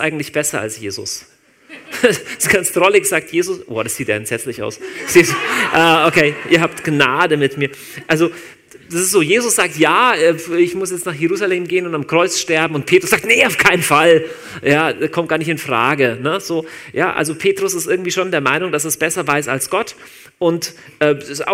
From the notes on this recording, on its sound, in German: Live aus Winterthur der Dienstagsgottesdienst